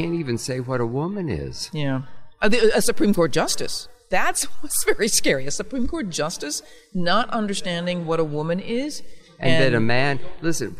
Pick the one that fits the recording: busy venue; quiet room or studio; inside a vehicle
busy venue